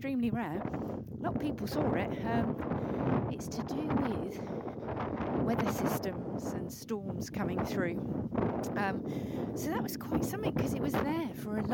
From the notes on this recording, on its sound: Hopefully the audio isn't too distracting - it was a windy walk!